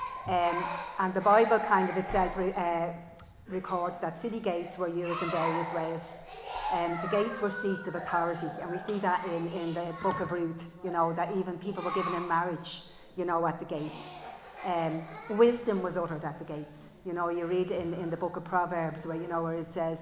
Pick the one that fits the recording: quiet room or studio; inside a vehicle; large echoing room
large echoing room